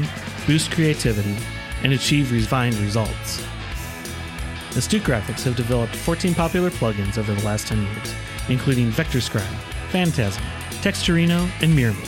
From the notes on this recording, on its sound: Live from WMC. At the Dribbble Meetup. This special bonus episode was recorded live at the Dribble Meetup during Weapons of Mass Creation.